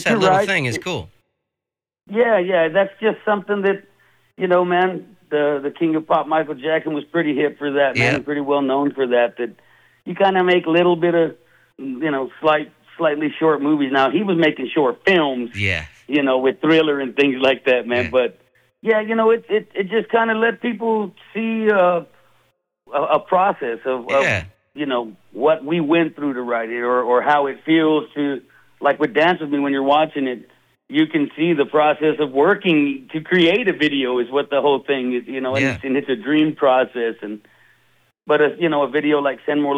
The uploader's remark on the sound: chats on the phone